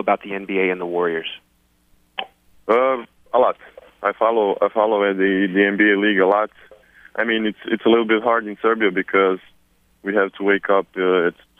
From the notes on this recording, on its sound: conference call